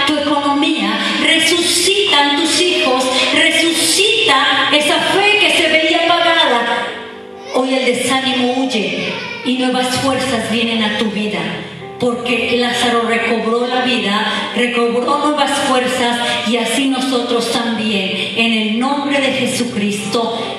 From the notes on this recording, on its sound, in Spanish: Grabado en vivo en Centro Cristiano Agua Viva en la Ciudad de Oaxaca, México.